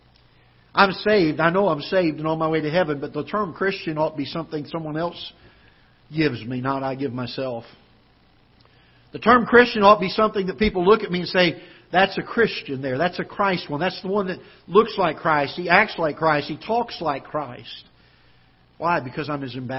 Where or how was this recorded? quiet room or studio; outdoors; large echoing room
large echoing room